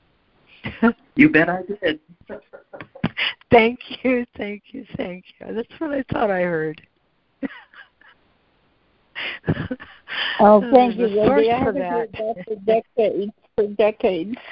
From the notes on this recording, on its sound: ACIM Daily Conference Call